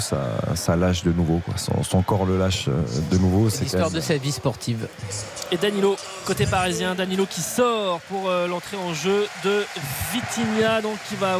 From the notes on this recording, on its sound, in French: en direct du Parc des Princes